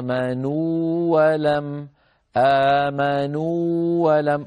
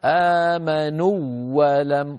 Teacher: أرأيتم كيف أن الواو من آمنوا ممطوطة · Shown in: first take · Term: حرف مد